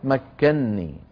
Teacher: مكنني أيها الإخوة أصلها مكنني، مكن فعل ماضي، مكنني، لكن سكنت النون الأولى وأدغمت في النون الثانية فصارت مكنني. هذا اسمه عند القراء إدغام كبير.